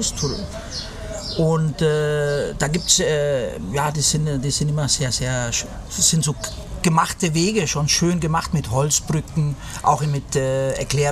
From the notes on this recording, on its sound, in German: in dieser Episode, die am Hafen von Las Galletas im Süden Teneriffas aufgezeichnet wurde